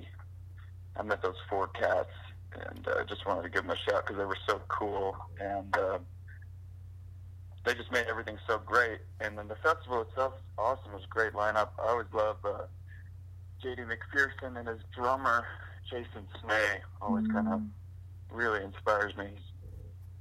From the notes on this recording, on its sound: Interview via phone